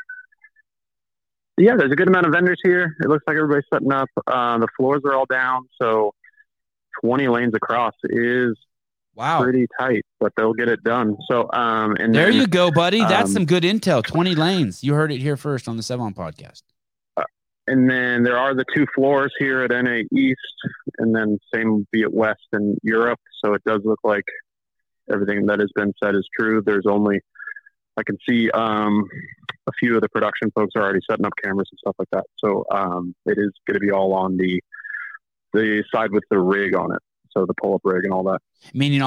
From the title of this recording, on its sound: Live Call